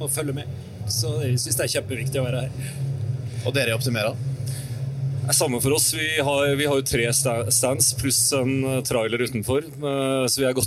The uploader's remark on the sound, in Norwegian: Live fra Bygg Reis Deg. Live fra en av messehallene på Lillestrøm.